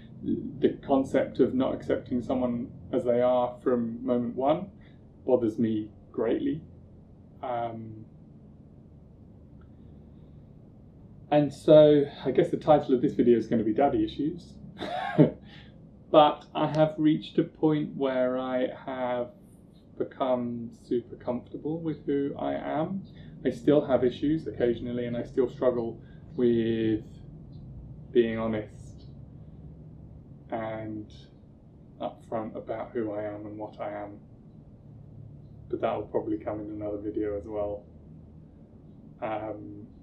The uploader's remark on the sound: I apologise for the audio, it was recorded before I knew how to manage proper audio, but the content is still good!